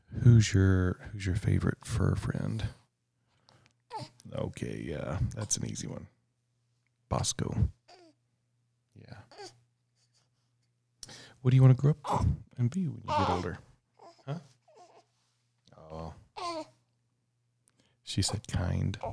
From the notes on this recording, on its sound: This past 3am I sat down with our daughter for a one on one conversation. The audio is low as to not wake up Shana and Bosco.